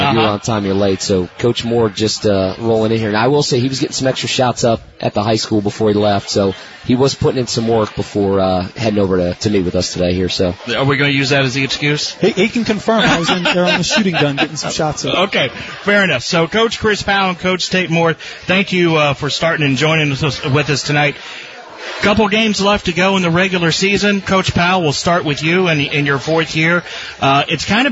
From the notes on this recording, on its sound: broadcast live from Shipp Brothers Brewing in downtown Newark